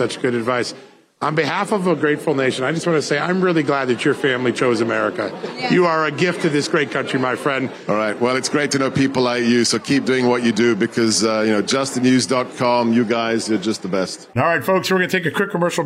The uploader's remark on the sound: live from CPAC!